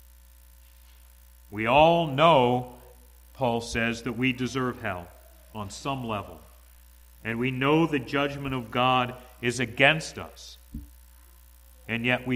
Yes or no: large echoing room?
yes